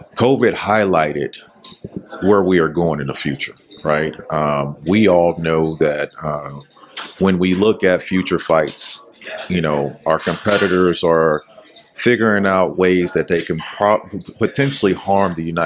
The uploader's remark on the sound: Episode was recorded in August 2022 during the AFSA PEDS event.